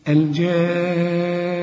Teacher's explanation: شوف أنا وقفت على النون إزاي، غنيت لأنها مشددة عند الوقف وعند الوصل لازم تغن